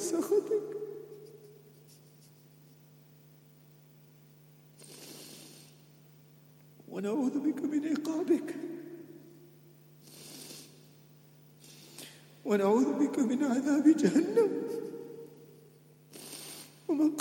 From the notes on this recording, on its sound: at the Houghton Masjid (West Street)